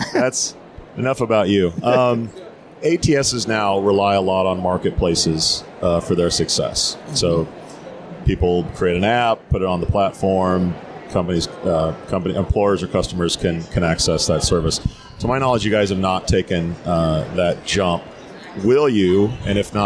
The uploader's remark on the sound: live from SHRM